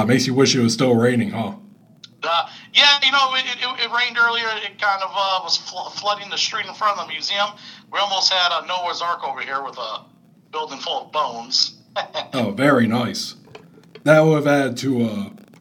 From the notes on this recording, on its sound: Recorded at via phone in Grand Rapids, Michigan, and Mt. Clemens, Michigan.